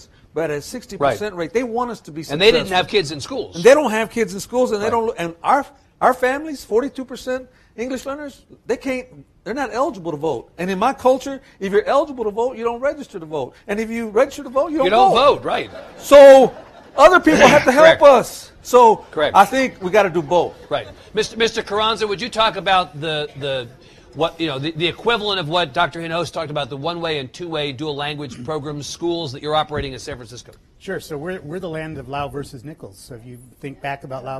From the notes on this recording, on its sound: The event was recorded before a live audience. At the University of Texas at El Paso campus. It was part of a half-day symposium on urban public education in Texas.